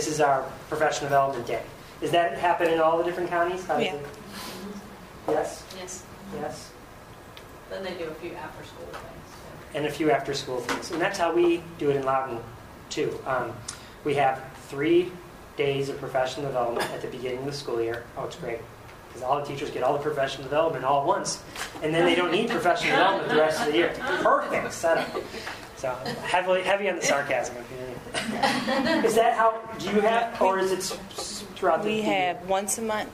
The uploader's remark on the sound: Recording of a live event from the Techknowledgy 2010 Conference in Richmond, Virginia. At that conference I presented a session called Alternative Professional Development.